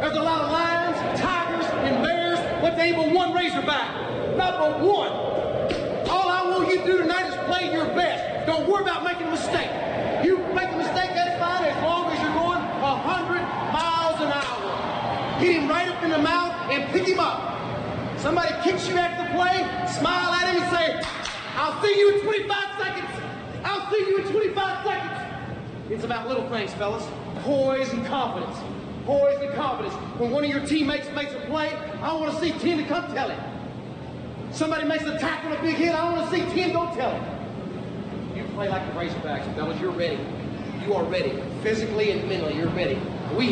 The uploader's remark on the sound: from the Little Rock TD Club